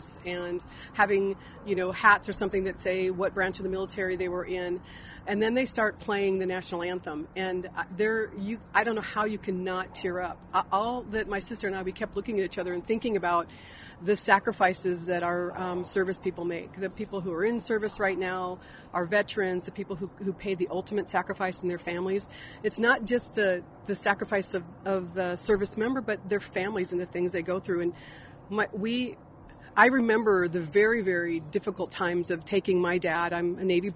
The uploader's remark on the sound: We're on location at Tempe Town Lake!